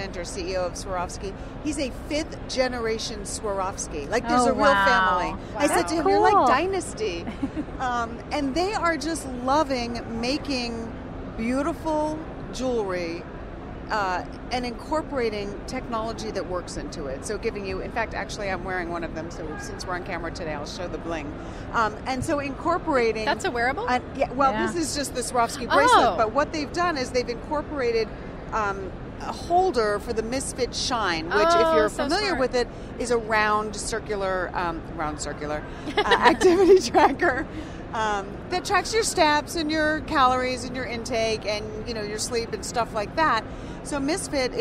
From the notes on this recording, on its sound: Live from the Consumer Electronics Show!